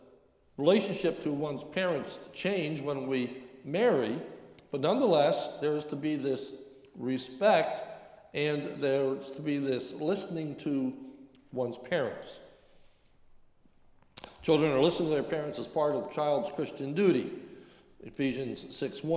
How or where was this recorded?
large echoing room